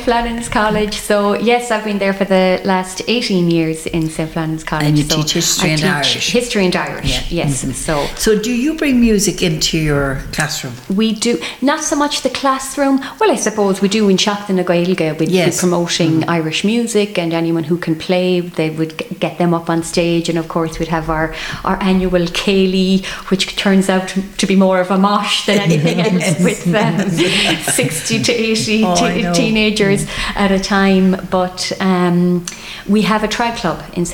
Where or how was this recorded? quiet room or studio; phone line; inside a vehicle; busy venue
busy venue